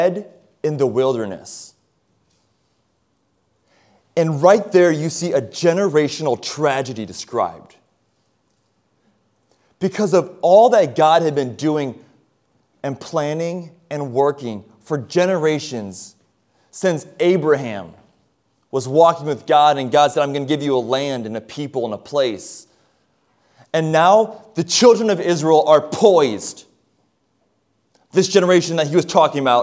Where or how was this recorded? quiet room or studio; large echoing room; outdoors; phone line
large echoing room